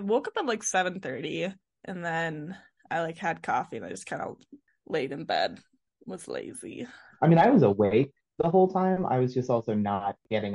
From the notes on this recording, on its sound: Pre-Interview Rambles. Show up to the Zoom WAY too early.